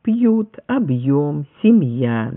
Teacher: И интересно то, что в огромном числе случаев согласный перед йотом произносится теперь твердо.